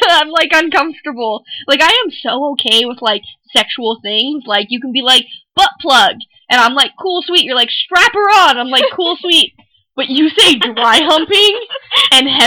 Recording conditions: poor sound quality